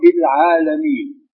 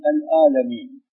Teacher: يقلبون العين إلى ألف، حرف عين ما عندهم · Shown in: second take